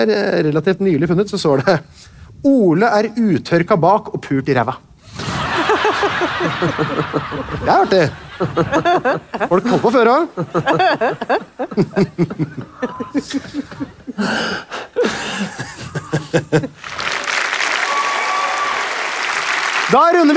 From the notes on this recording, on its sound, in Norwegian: LIVE fra Akershus festning. Gikk liveshowet 198 Land: Norge spesial av stabelen på Akershus festning i Oslo.